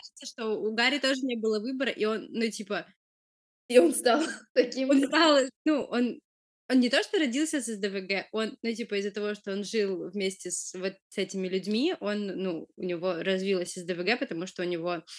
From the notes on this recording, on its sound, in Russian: Disclaimer: первый блин комом, звук шалит.